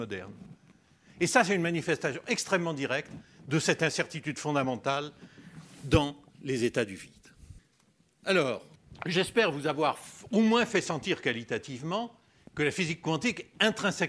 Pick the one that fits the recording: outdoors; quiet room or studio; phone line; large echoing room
large echoing room